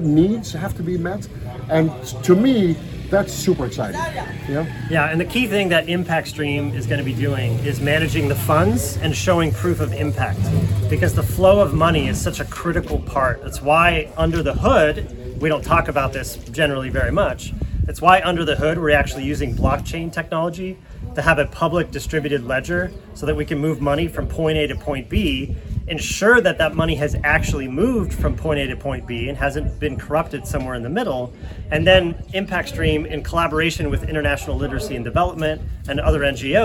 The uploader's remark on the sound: recorded a conversation while we were on-site at a demonstration farm in Togo, West Africa